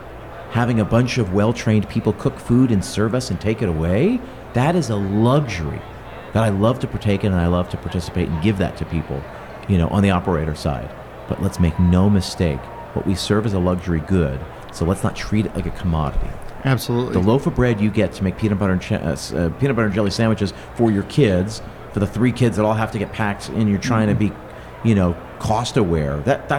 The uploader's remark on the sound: Lightning Interviews at Bar & Restaurant Expo. I was out there in Las Vegas giving two talks to the crowd... I also had the opportunity to podcast live from the trade show floor. I did a series of lightning interviews with some vendors, sponsors, and operators in attendance.